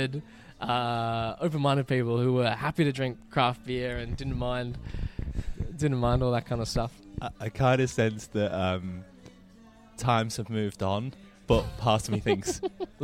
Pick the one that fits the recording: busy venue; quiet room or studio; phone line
busy venue